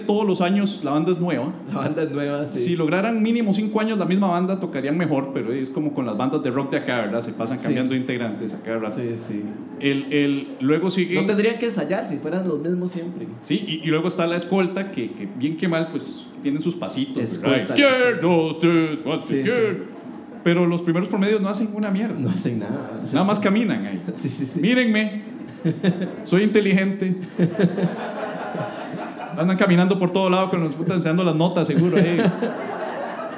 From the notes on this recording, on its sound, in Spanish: Episodio en vivo desde Teatro Heredia